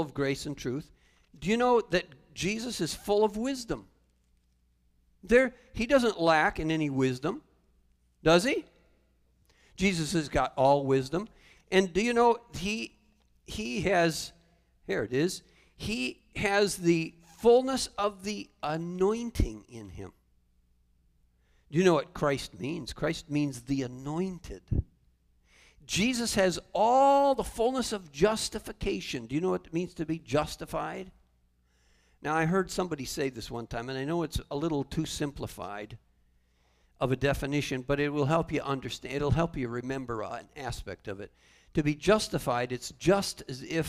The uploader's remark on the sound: Calvary Assembly of God live Stream